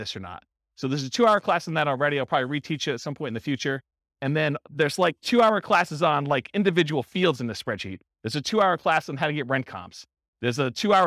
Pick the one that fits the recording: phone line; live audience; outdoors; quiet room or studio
live audience